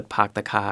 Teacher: what we call R-lessness, which is when you drop your R, so like the pak the ka kind of sound.